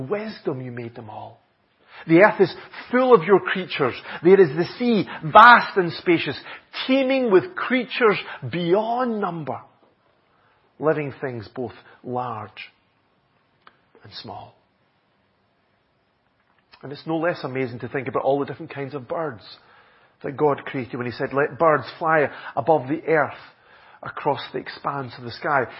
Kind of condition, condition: setting, large echoing room